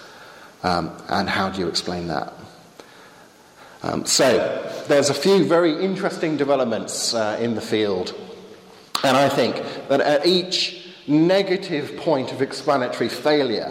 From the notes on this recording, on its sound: Lecture with Q&A delivered at St. Leonard's Church in Eynsham.